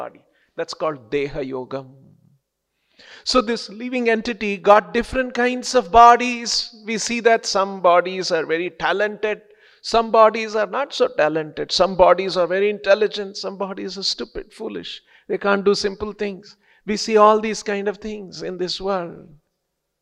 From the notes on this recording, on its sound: lectures given daily by the devotees at ISKCON Bangalore